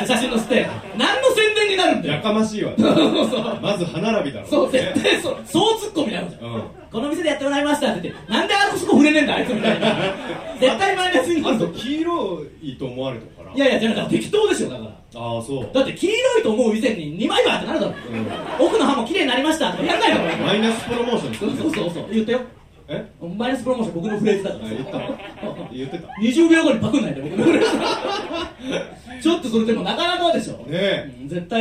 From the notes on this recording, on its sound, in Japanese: 新宿ロフトプラスワンでの公開収録の様子。